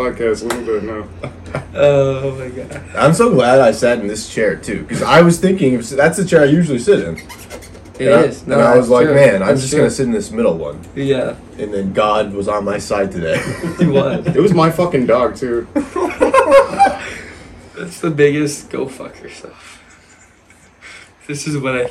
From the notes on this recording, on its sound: Sound is scuffed because we forgot to turn on the mics but tbh its good enough